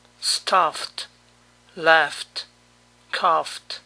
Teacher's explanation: para todo verbo que termina con el sonido F, la terminación ED suena T.